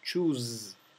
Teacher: Fíjense que choose lo pronuncio con la S zumbada, no es choose, es choose, ¿bien?